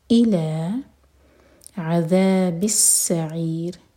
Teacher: سین پر سیٹی والی آواز اور عین حلق سے، سعیر نہیں ہوگا یہ، یہ عذاب السعیر اور ان میں